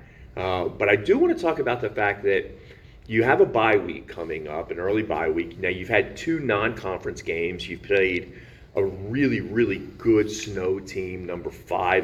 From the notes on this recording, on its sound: This interview was recorded at the TVCC Fieldhouse